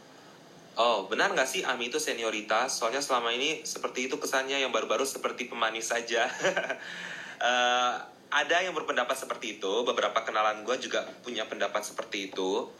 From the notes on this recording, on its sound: Instagram Live Session